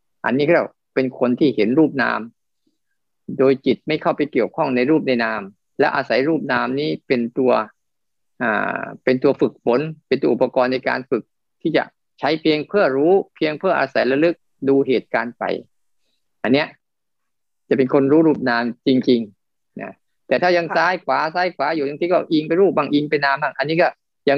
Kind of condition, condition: link, video call